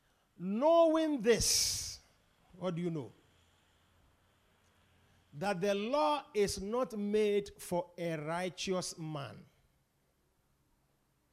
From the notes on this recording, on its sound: Preached at The Supernatural Encounter Service.